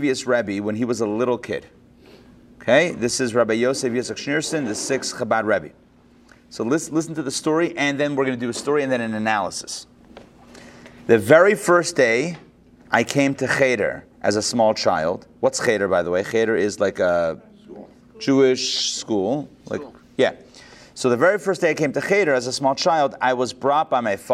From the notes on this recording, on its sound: Recorded live at the Intown Jewish Academy on May 15, 2022